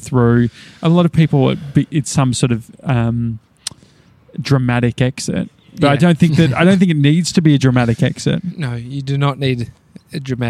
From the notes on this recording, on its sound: We're recording live from Victoria Park's grandstand.